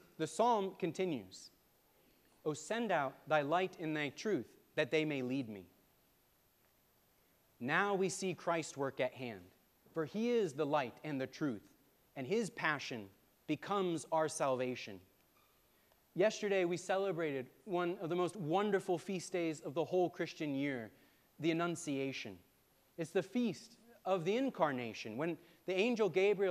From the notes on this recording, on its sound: preached at All Saints Anglican Church in Charlottesville, VA on March 26, 2023